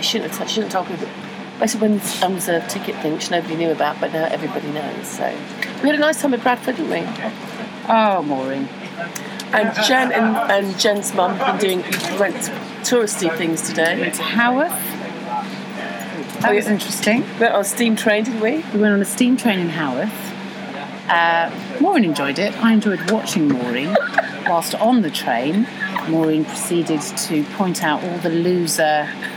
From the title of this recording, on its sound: Talk on a train